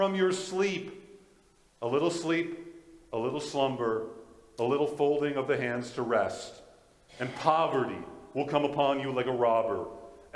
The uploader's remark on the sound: This is a Audio from the Valley Alliance Church in Fort Qu'Appelle Saskatchewan